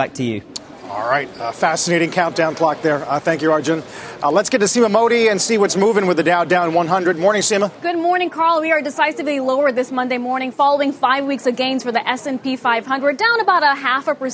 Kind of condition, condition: setting, busy venue